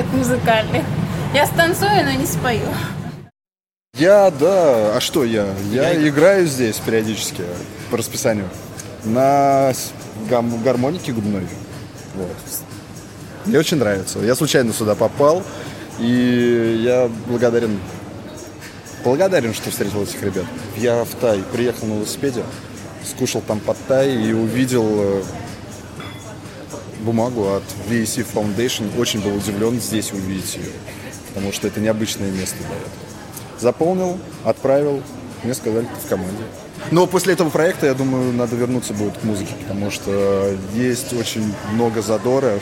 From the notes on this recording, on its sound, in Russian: Поэтому тоже посетили рынки, записали этих людей и эту музыку.